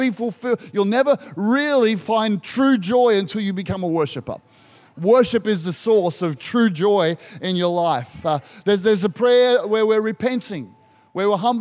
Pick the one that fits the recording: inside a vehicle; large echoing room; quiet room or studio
large echoing room